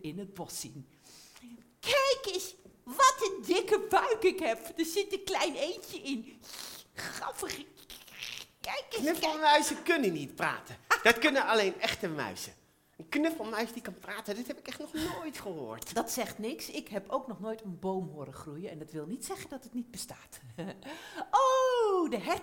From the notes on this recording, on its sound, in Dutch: Een live versie van de theatervoorstelling MEIS!